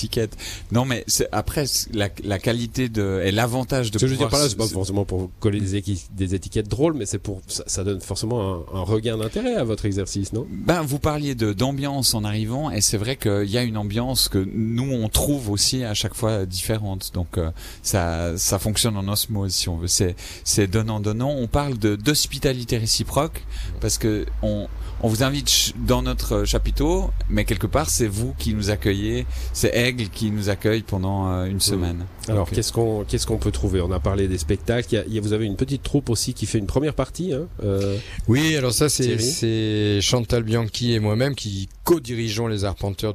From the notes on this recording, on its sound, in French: en direct d'Aigle sous le châpiteau des arTpenteurs, un événement qui marque le début de saison du Théâtre Waouw